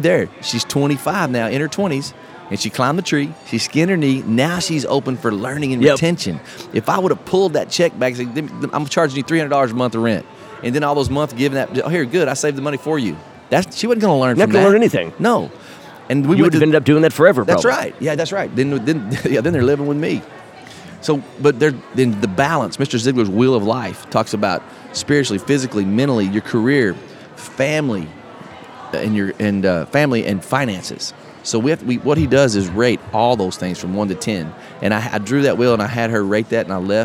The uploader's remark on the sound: Live At Podfest 2017 Day 2